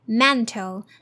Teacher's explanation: The T here is flap T, so it's very quick and less air here.